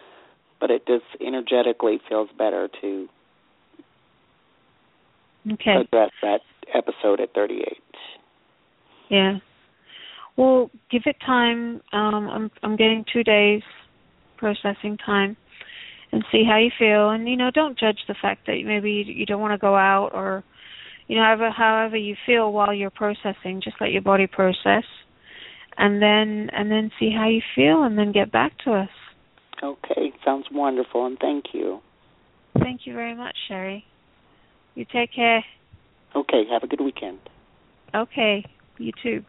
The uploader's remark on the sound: Takes your calls for healing live today!